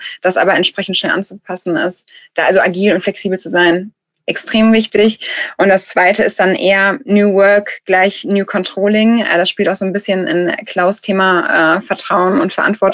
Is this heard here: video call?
yes